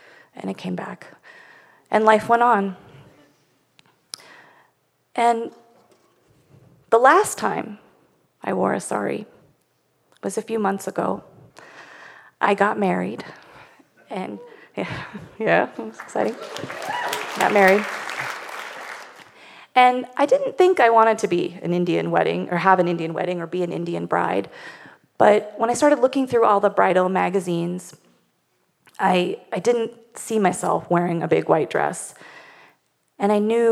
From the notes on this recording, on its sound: Live from Jackson. In front of a live audience in Jackson, Wyoming.